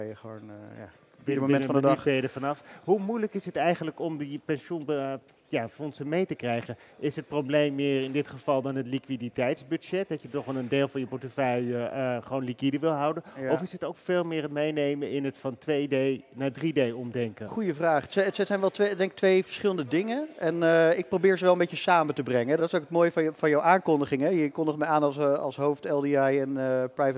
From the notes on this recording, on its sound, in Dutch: live vanaf het cardano-podium op Fund Seminar 2023